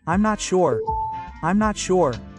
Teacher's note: notice the T is barely audible